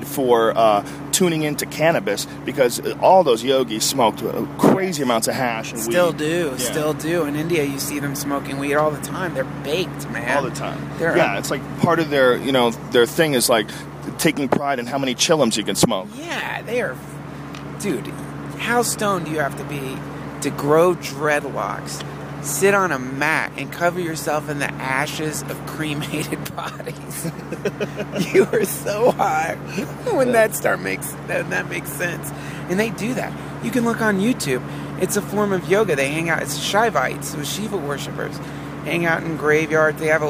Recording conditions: inside a vehicle